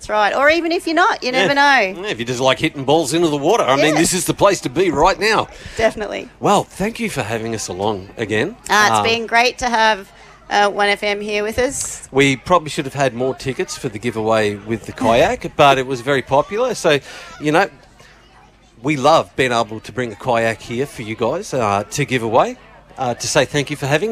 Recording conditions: outdoors